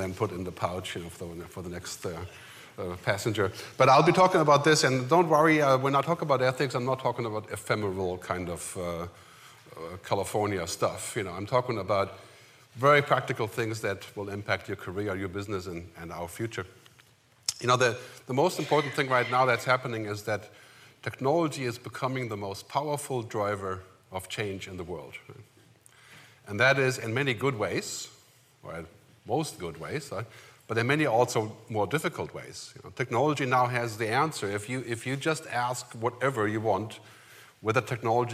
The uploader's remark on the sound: We go live to the Ritz-Carlton in White Plains, NY, where HfS held Cognition from September 14 – 16. Who led off the general session on day 2 with a riveting keynote.